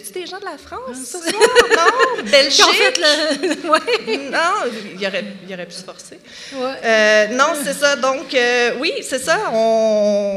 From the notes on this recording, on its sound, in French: LIVE au Festipod 2023. Épisode enregistré LIVE devant audience le 16 septembre 2023 à la Maison de la Culture Maisonneuve à Montréal.